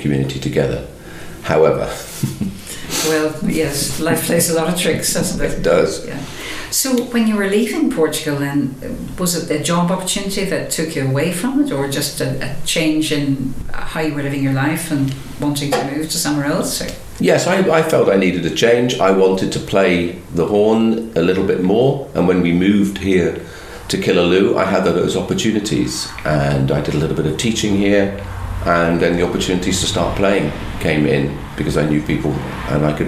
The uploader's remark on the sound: Originally broadcast as part of Saturday Chronicle. Live from Nualas in Tuamgraney.